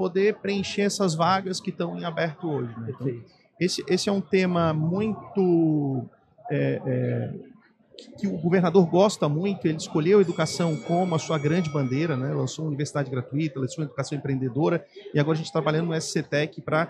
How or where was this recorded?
busy venue